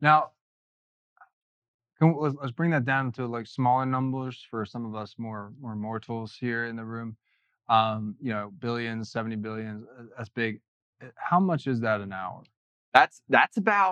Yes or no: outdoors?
no